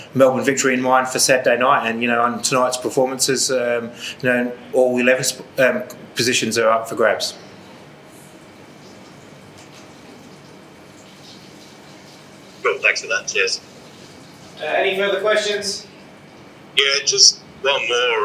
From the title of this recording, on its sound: Post-Match Press Conference